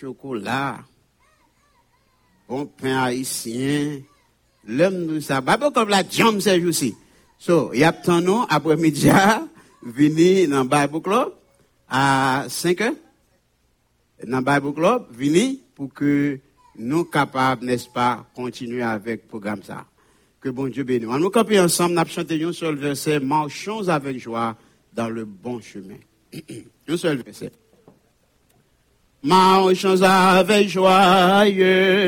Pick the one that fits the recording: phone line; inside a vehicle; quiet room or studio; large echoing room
large echoing room